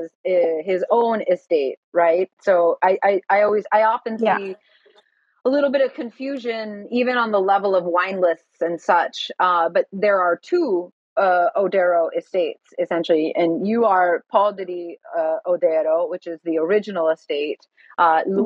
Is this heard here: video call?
yes